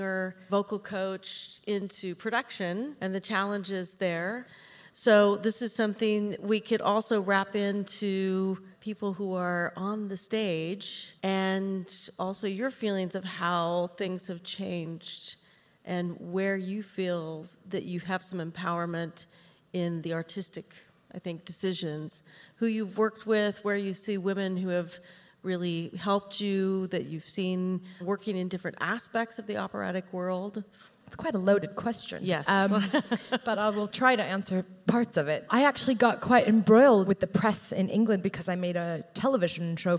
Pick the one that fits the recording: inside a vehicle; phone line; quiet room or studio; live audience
live audience